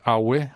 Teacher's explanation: The word for skin is awe, which is low-high.